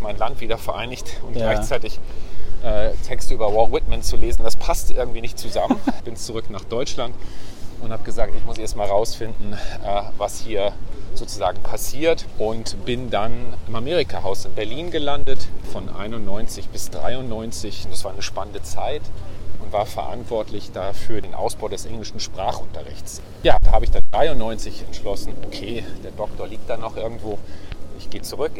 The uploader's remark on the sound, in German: Auf einen Spaziergang